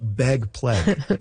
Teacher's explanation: among some speakers, particularly notable in Vancouver and Seattle and maybe a little bit of Portland, ags are turning into eggs · Term: pre-G merger